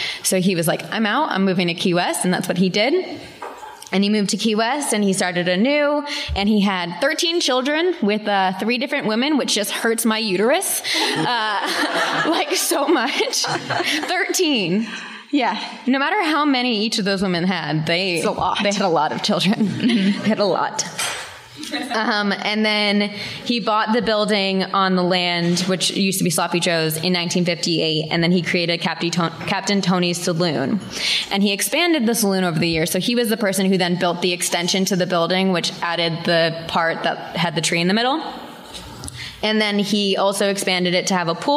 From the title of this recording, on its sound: Live from New York